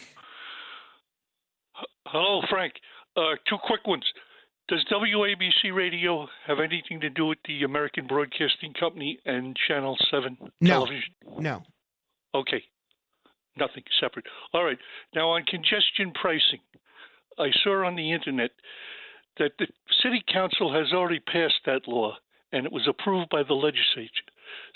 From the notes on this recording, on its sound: Takes callers on it.